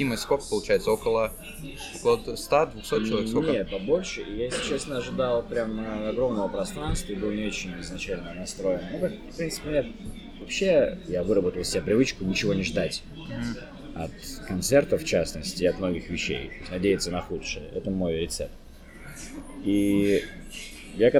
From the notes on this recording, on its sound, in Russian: Записать интервью в студии не получилось, поэтому звук оставляет желать лучшего. Соряяяян за шумы во время записи!